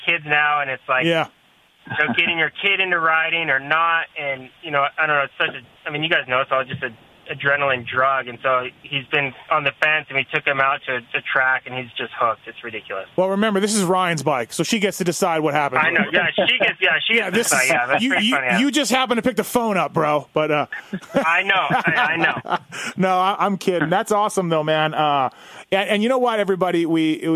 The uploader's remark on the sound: Phone Call to 2019 Kawasaki KX450F Winners!